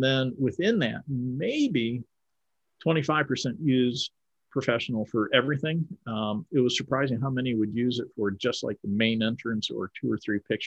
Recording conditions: video call